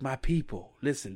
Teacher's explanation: he like has a very breathy voice